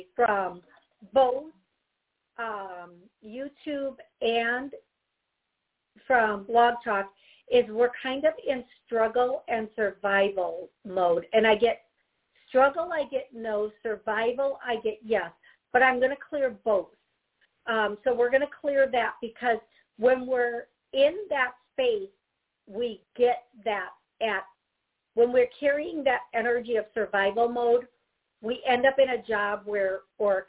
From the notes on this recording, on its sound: I will be taking callers and answering their questions live!